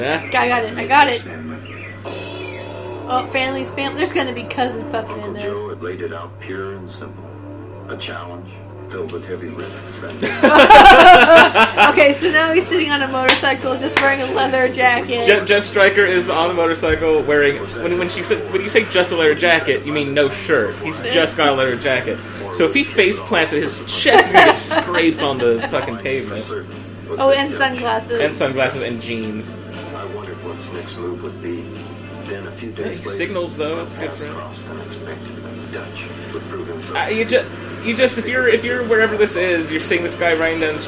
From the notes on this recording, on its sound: there are audio issues and obvious edits